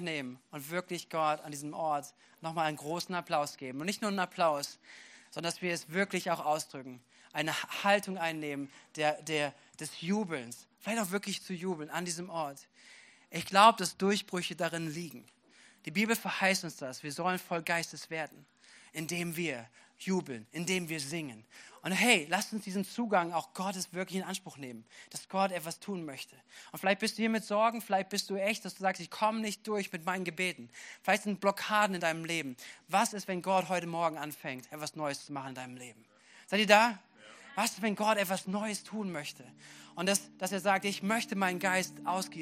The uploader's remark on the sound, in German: Gottesdienst. Predigten aus der Missio Kirche. Gemeinde für Bad Kreuznach und Region.